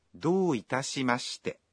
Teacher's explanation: When you say, どういたしまして、you say the vowel O in ど one beat longer.